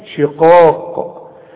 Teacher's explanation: شقاق القاف من اعلى حروف التفخيم اللي بعدها الف